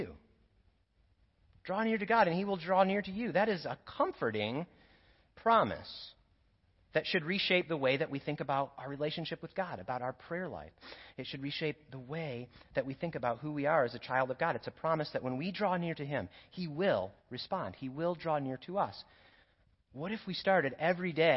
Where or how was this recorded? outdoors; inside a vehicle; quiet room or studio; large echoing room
large echoing room